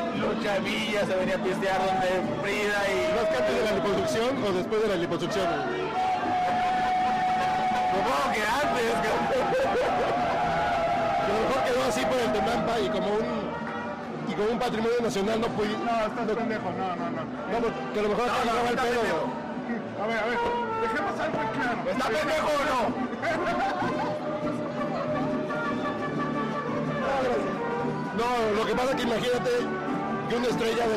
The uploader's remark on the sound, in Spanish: Desde el Tenampa. Desde el corazón de Garibaldi grabamos este podcast.